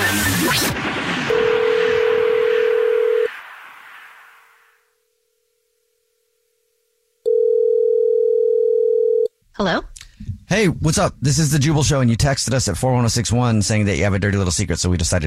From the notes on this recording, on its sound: There is a listener on the phone